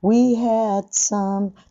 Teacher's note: had の d はベロをついたらそのまんま、d と弾かずに、we had some.ちょっと、ベロをついた状態のものを、ベロをついているところに、s が来ると、あるいは sh。とか Z とか、とにかく S 関係とか SH 関係の音が来ると、S とか SH は何をやってるのかっていうと、空気をスとかシュとか、中側から外側に吹き出して空気を送るんですね。その時に手前にベロがついてると邪魔なので、その空気を押す力によって引き剥がれるん